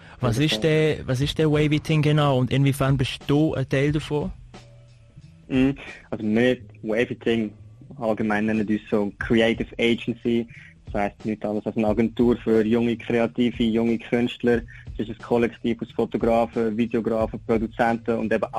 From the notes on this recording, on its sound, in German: Telefoninterview by Radio 3FACH.